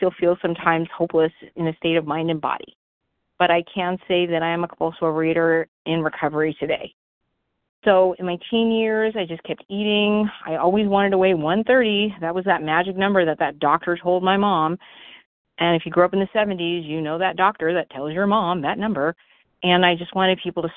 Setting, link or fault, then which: link, phone line